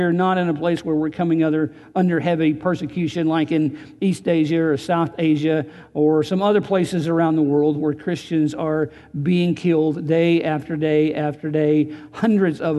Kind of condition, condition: setting, large echoing room